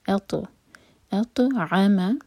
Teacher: تو کو ایسے قلقلہ کریں گے کہ جھٹکا آئے لیکن فتح کا ساؤنڈ نہ آئے